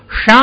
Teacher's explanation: ಷ ಅನ್ನುವಾಗ ನಾಲಿಗೆಯನ್ನು ಮಡಚಿ ಗಾಳಿನ ತಳ್ಳುತ್ತಾ ಇದ್ದೀವಿ · Term: ಮೂರ್ಧನ್ಯದ ಉಪಧ್ವಾನೀಯ